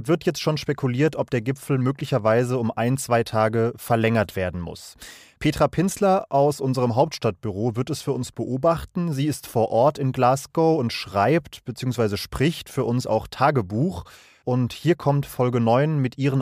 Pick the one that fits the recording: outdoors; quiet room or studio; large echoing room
quiet room or studio